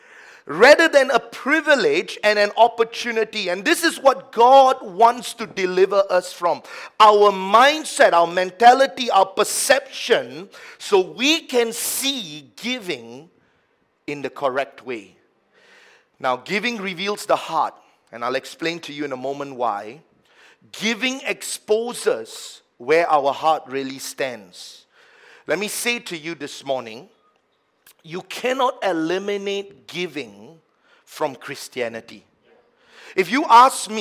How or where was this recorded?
large echoing room